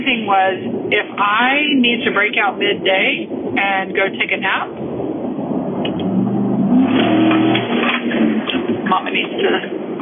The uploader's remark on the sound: I’m driving home through my hometown of Austin, Texas.